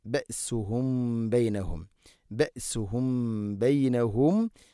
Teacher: ബഅസുഹും ബഅസുഹും ബഅസുഹും ബൈനഹും സാക്കിനായ മീമിന് ശേഷം ബ ഇഖ്ഫ ഷഫവി അവ്യക്തമാക്കി അവിടെ മണിക്കണം